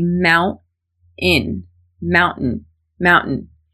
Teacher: As an American, I use a glottal stop in mountain.